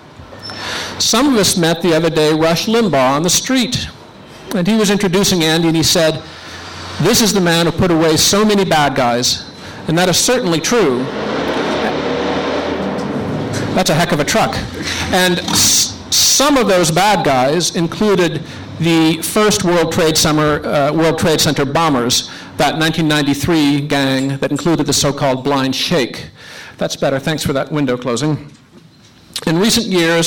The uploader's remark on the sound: Libel Tourism, “Hate Speech,” and Political Freedom, a conference held by The New Criterion and the Foundation for Defense of Democracies.